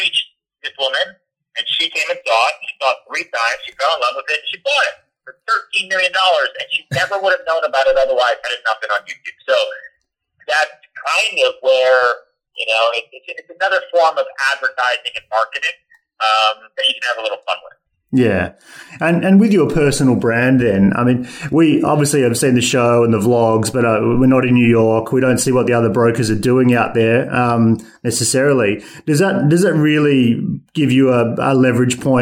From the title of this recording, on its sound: A Phone Call